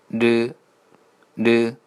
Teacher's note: 然后呢弹开“日这个日的音分组是叫闪音，对吧？什么是闪音呢？其实叫，也叫弹音，弹，弹什么？弹棉花吗？不是啊，弹舌头啊。所以这个音呢是一个弹舌音，贴到你的上颚，然后呢弹开，日，日，来，可，现在可以发打一。如果说你的舌头谈的频率，震动频率，如果太小的话，可能会发生了啊。需要谈的，啊，稍微快一点啊。了，了，嗯。然后就可以拼读其他字。啊，这是非常关键的一点啊。如果说你读日呢，卷舌，是不是卷舌啊？很多人习惯性的会把舌头卷过去的。为什么一定要强调你，贴到上颚呢？就为了你不要，啊，为了让你不要读出汉语的日日，对吧？卷舌音，舌头不要再翘过去啊。来，我们拼读六个字，第一个是“日”加上元音“啊，“日啊，拉”。好，第一个“拉，拉”。现在会了吧？有时候拉面，拉面。第二个呢是“日哦，老”，“日哦，老”。，舌尖抵到上颚，然后弹开，然后，然后